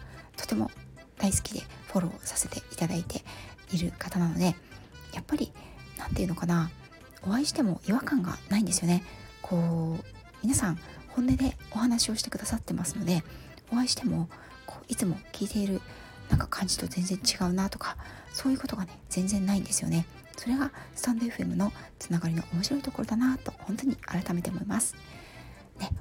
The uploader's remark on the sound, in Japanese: 旅先から³₃風音注意。火曜日から、静岡に遊びに来ました。出先からヒソヒソ収録してます。